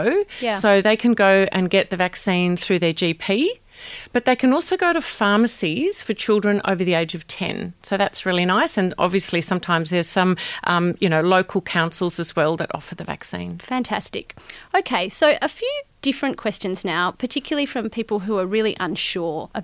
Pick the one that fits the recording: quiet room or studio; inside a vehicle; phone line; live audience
quiet room or studio